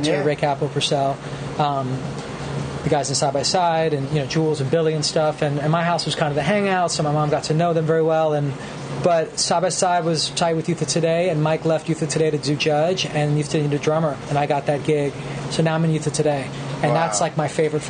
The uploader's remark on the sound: "Puffy's Tavern" in Tribeca, NYC. The place was packed so, we called an audible and went "Live from the Basement at Puffy's Tavern". Even if the recorder was balancing on a barstool while we stood around it, we made it happen!